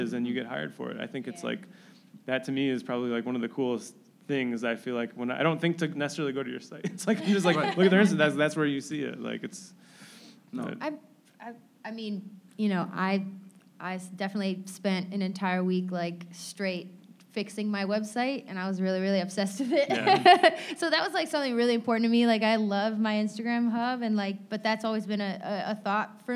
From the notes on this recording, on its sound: In a live panel recorded at the offices of experiential marketing agency Mosaic in Chicago's Fulton Market neighborhood.